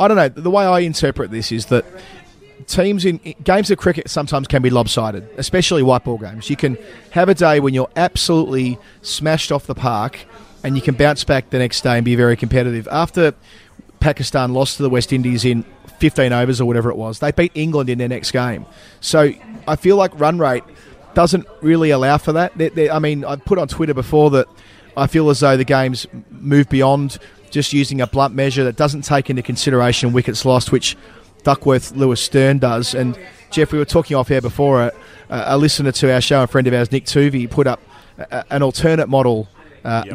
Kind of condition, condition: setting, busy venue